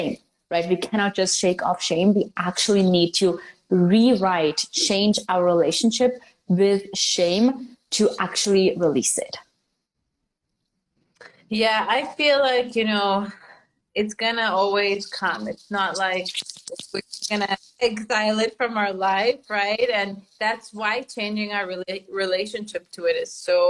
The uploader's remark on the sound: This is an IG Live turned into Podcast Episode.